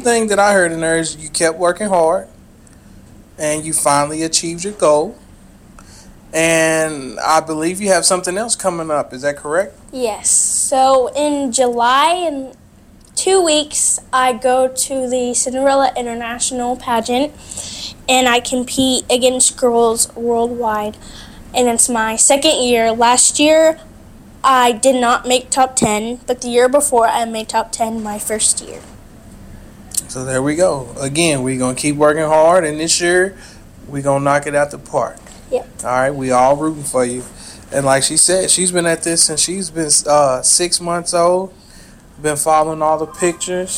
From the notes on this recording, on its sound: live from the middle of the ocean on the Carnival Freedom ship